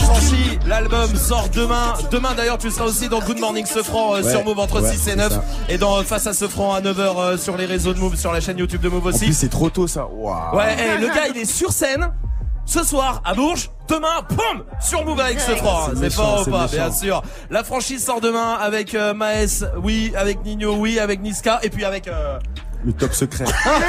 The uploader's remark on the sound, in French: en direct du Printemps de Bourges